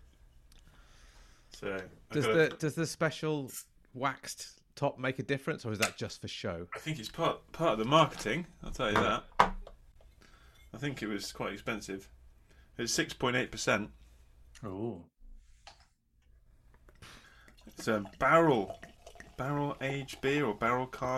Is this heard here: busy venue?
no